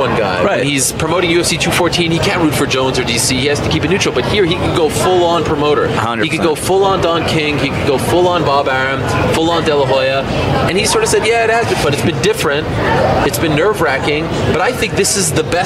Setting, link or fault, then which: setting, busy venue